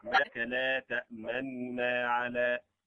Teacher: النون الأولى مكتملة، نون مضمومة غير مكتملة، ويمتنع مع الاختلاس الإضافي لأن النون صار متحركة، أي نعم حركته غير كاملة لكنها متحركة.